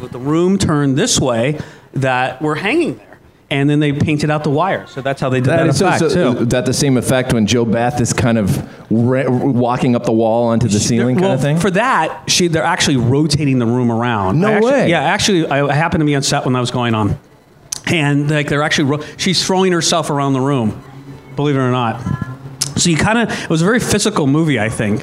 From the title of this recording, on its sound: Live at Propstore